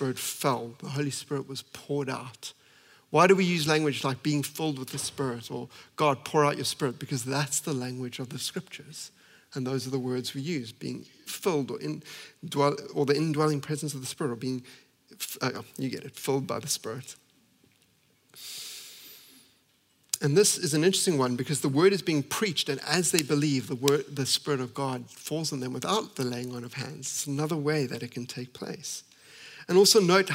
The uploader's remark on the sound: at Common Ground Church Rondebosch on the 17th of May 2023